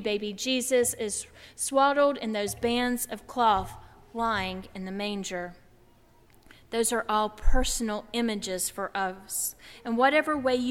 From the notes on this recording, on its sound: during the Heritage service on Sunday April 3, 2016, at First Presbyterian Church of Arlington Heights, Illinois.